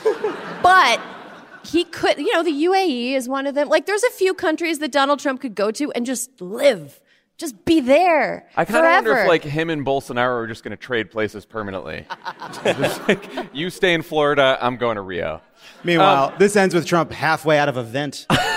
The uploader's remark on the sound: Live from Wisconsin!